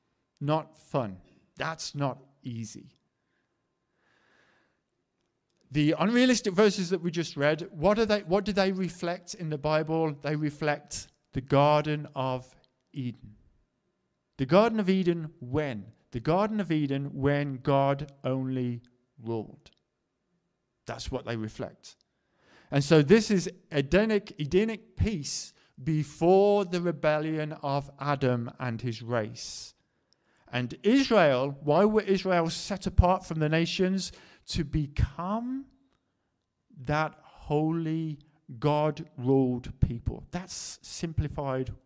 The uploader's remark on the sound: Preached at the LCC Sunday Service